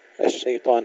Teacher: ترقيق الشين والياء، ثم تفخيم الطاء